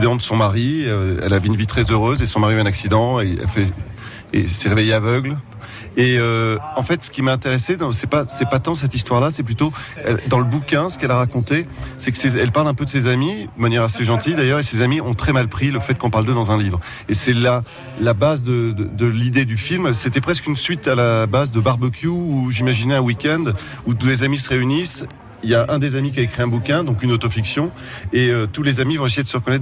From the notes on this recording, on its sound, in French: Une Rencontre réalisée en janvier 2019 au 22e Festival international du film de comédie de l'Alpe d'Huez en Isère.